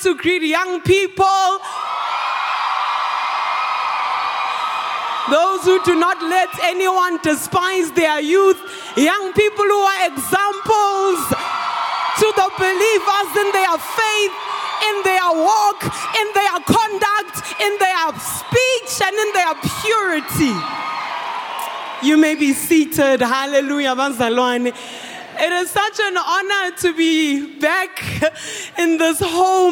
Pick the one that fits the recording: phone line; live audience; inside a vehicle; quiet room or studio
live audience